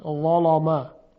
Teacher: در ظلم لام در روایت ورش مصری تفخیم می شود